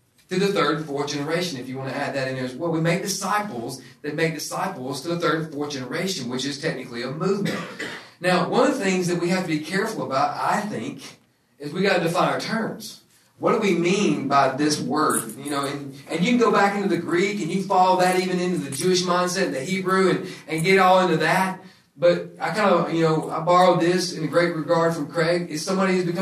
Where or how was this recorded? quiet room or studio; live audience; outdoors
live audience